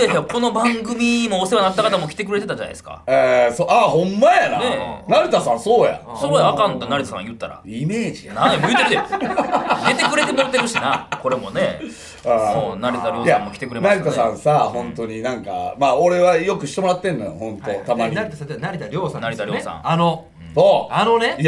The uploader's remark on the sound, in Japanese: 単独ライブ『すご六』楽屋よりお届け。単独ライブ『すご六』東京公演が行われていた浅草公会堂の楽屋で収録しました。